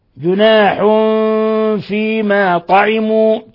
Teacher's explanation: تنوين ضم جاء بعد الفاء الحكم التجويدي إخفاء حقيقي